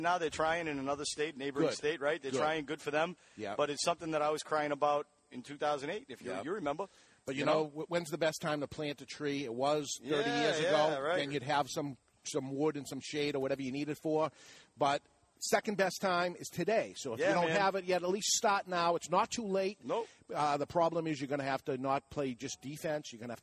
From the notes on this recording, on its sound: We were live from the Cigar Association of New Hampshire Golf Tournament from our moble studio.